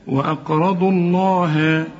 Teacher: هات لي شفايفك لقدام علشان لفظ الجلالة اللامات هنا مفخمة